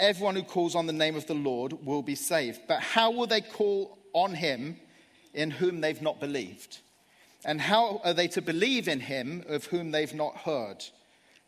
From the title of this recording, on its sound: Live at Project 23